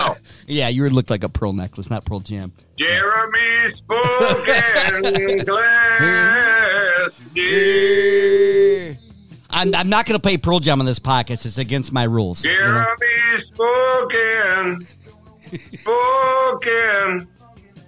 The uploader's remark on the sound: Seat #2 virtually. Cricket phone connections.